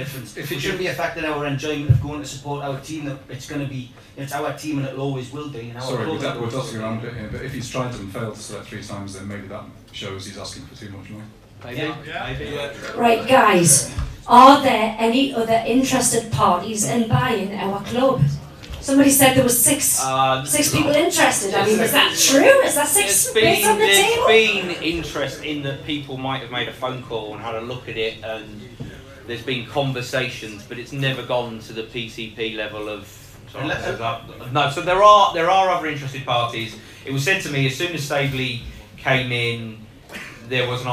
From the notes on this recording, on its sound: A full audio recording of the tf press forum which took place on the 1/2/18 at Tyneside Irish Centre. We are grateful to all 180 people who sold out the event.